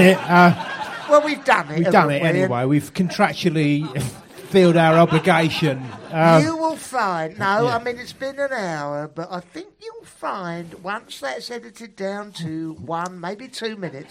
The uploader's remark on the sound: Live potcast, recorded LIVE in London's 'glittering' West End, in front of Princess Margaret and an audience of newlweds, Welsh people and birthday celebrants.